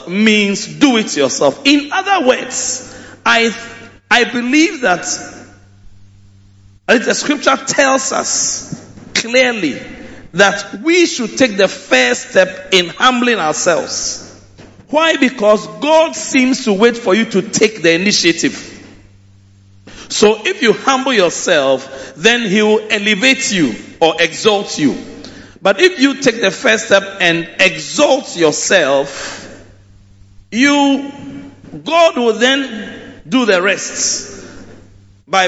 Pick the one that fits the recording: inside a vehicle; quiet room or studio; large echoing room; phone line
large echoing room